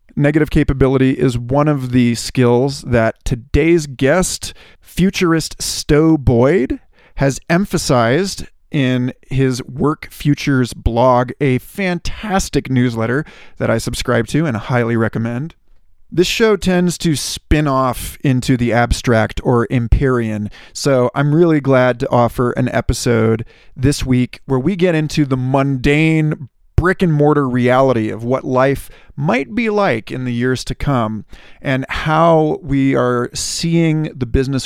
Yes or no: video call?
no